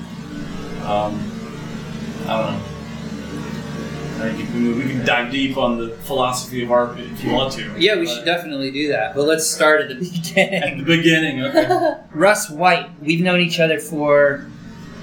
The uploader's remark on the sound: from the van